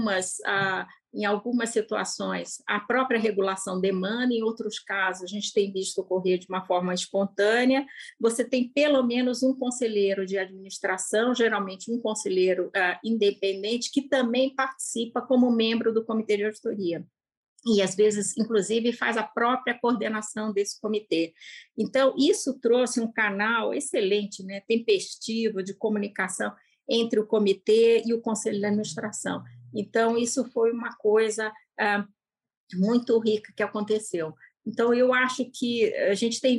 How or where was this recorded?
video call